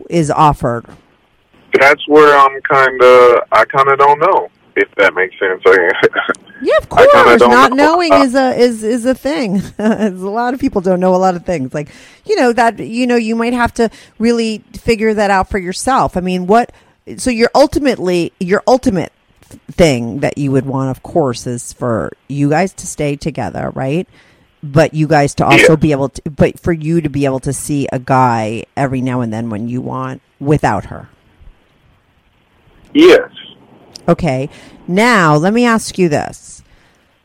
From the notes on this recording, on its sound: he called in to talk all about it